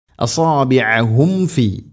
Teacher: സാക്കിനായ മീമിന് ശേഷം ഫാ വന്നാൽ രണ്ട് ചുണ്ടുകൾ തമ്മിൽ തട്ടിച്ച് മീമിനെ പൂർണ്ണമാക്കി ഉച്ചരിക്കണം. അസാബിഅഹും ഫി, അങ്ങനെ പറയാനുള്ള കാരണം സാക്കിനായ മീമിന് ശേഷം വ അല്ലെങ്കിൽ ഫ ഈ രണ്ടക്ഷരങ്ങൾ വരുമ്പോൾ ഈ രണ്ട് ചുണ്ടുകൾ തമ്മിൽ തട്ടാനൊരു പ്രയാസം ഉണ്ടാവും, അതുകൊണ്ടാണ് അങ്ങനെ പ്രത്യേകം ശ്രദ്ധിക്കണം എന്ന് പറയുന്നത്.